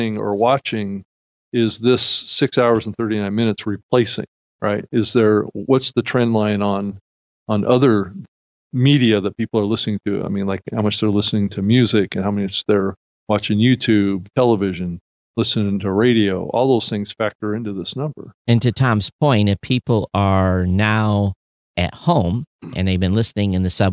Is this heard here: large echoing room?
no